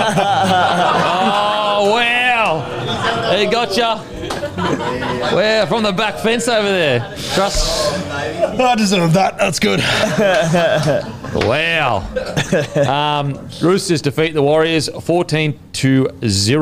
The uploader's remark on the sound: in front of our live crowd